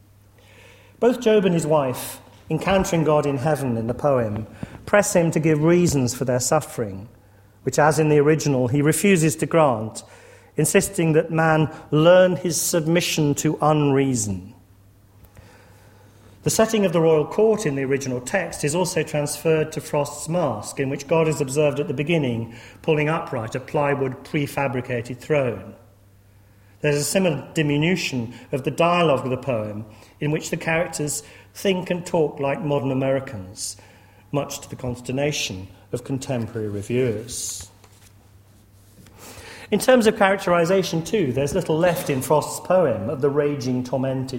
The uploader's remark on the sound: lecture series held at Corpus Christi College